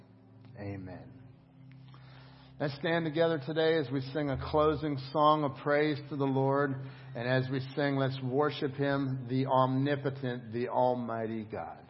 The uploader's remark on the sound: Crossroad Ministries Live Service